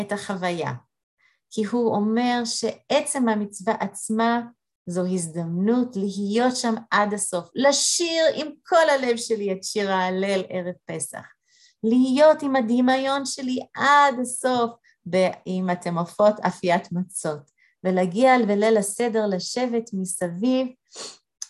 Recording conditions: video call